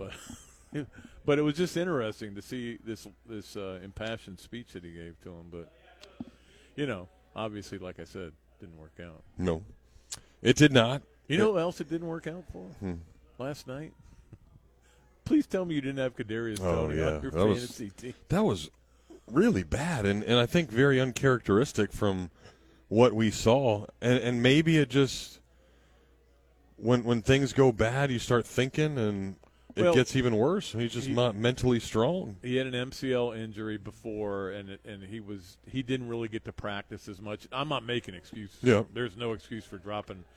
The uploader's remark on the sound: Live from the Gainesville Hilton.